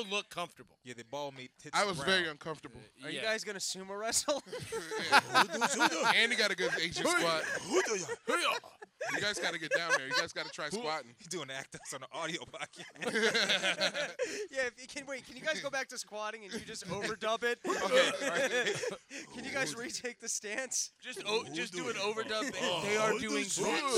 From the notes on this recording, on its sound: Live From Max's. A live pod.